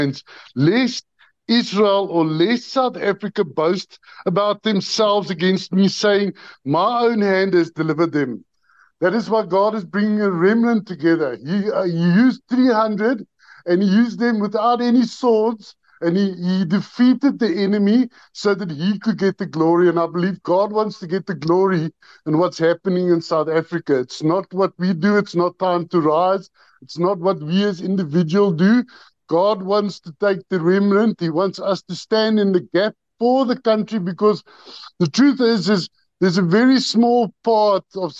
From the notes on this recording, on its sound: The Transformation Table Zoom Meeting 23 Nov 2023.